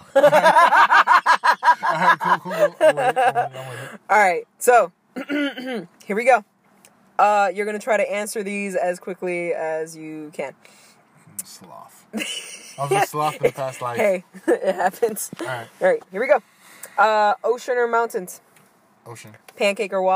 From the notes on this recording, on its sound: Fun things that happened while recording: A young woman ran up to the car and started dancing and we may or may not have heard gunshots in the background.